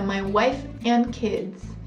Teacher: Aqui a gente anula o som do D na forma de falar, na hora de falar and.